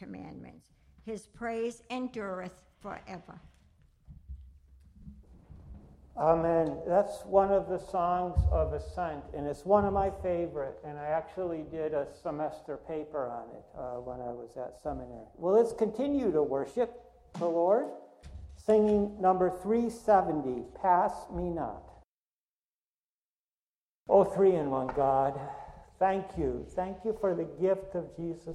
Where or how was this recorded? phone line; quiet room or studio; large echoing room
large echoing room